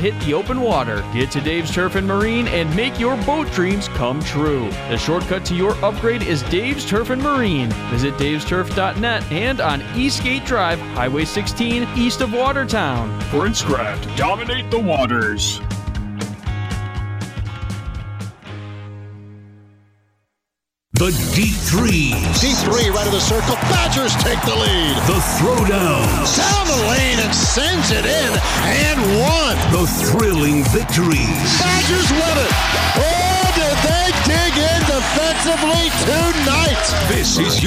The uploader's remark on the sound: Live from Marshfield Medical Center Beaver Dam